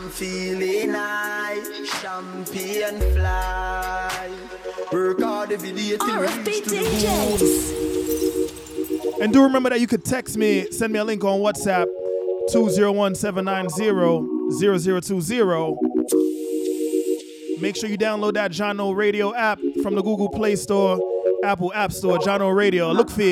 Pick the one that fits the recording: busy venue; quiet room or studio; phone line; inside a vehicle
busy venue